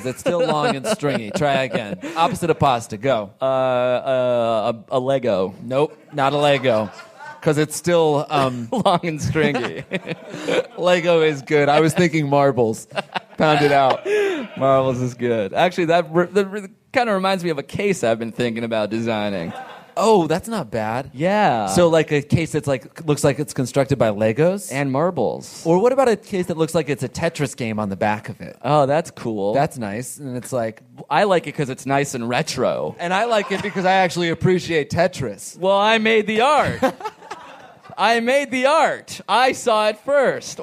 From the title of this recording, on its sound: live from L.A. Podfest!